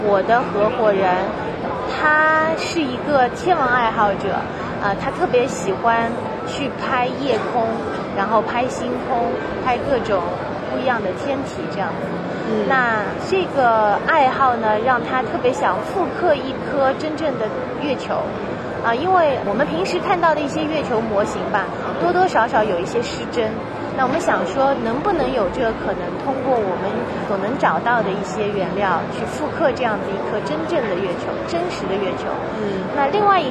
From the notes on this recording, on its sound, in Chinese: 在1月8日-11日的 CES全球电子消费展上。我在 AstroReality的展位上现场采访了她。